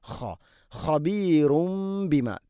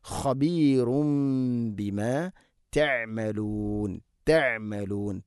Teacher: ഇന്നല്ലാഹ ഖബീറും ബിമ, ഖബീർ, ഖബീർ അല്ല, ഖ ഖബീറും ബിമ, തെൻവീന് ശേഷം ബാ, ഇഖ്ലാബ് തെൻവീനിനെ മീമാക്കി മാറ്റി മണിച്ചുകൊണ്ട് ഉച്ചരിക്കണം. ഖബീറും ബിമാ തഅമലൂൻ, തഅമലൂൻ, തഅമലൂൻ അല്ല, തഅമലൂൻ.